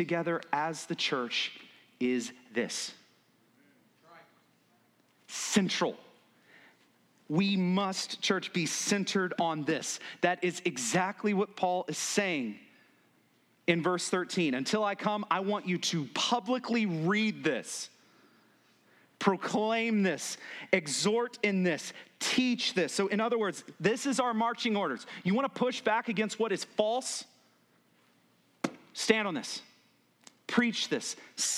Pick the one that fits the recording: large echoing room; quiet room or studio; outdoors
large echoing room